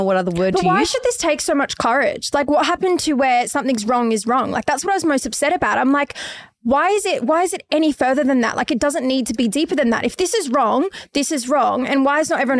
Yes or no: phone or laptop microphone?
no